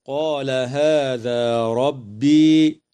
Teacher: هكذا: فلما جن عليه الليل رأى كوكبا، قوله تعالى: قال هذا ربي، مد طبيعي يمد بمقدار حركتين في الألف من كلمة قال، وفي الألفين من كلمة هذا، وفي الياء من كلمة ربي، ويجوز الوقف على كلمة ربي من قبيل الوقف الحسن.